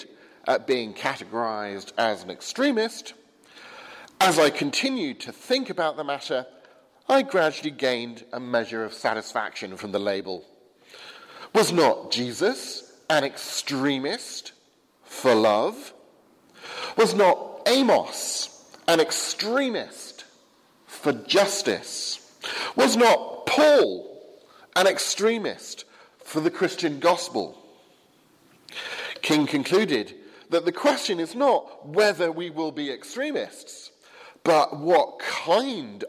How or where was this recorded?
large echoing room